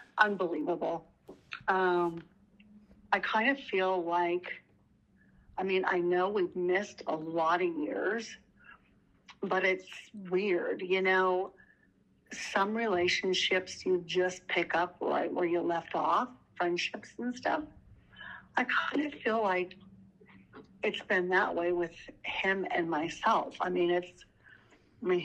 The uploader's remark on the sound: Over the phone. Alpha House Pre-release Center in Billings, MT.